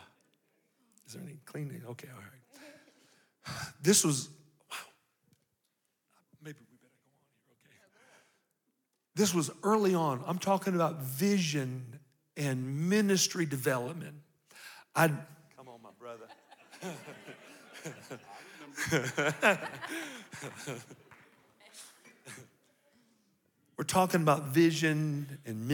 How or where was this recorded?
live audience